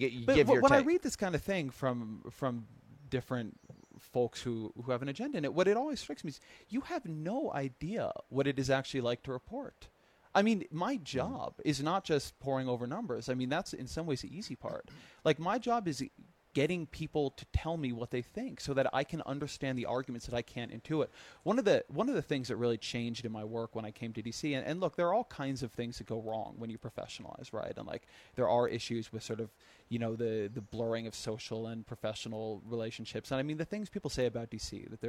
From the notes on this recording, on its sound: On location at the 2013 Aspen Ideas Festival